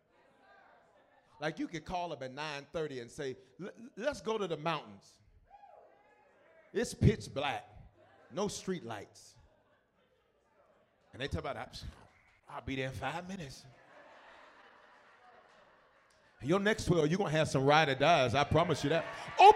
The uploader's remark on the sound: 2020 History Makers Conference Night 2.